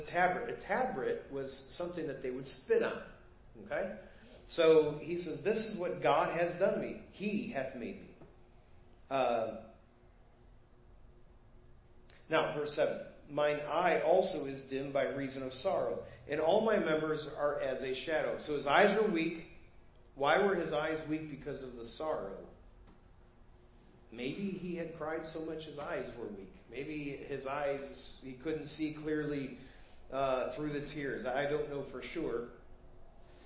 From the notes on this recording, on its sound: Preached at First Baptist Church of Hazel Park